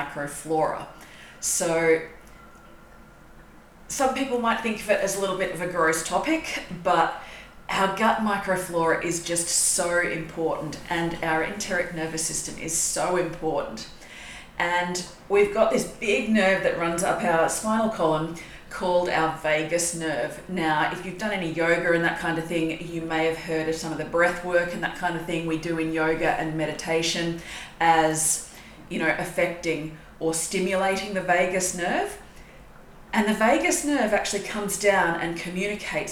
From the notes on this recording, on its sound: This episode was recorded during a short networking event, with a very brief introduction on this topic.